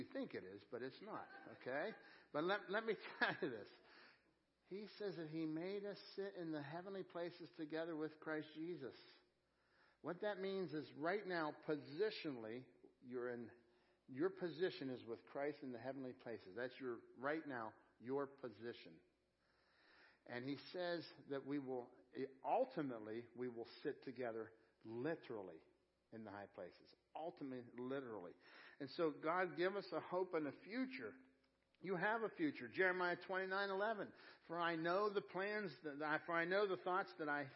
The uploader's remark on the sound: Crossroad Ministries Live Service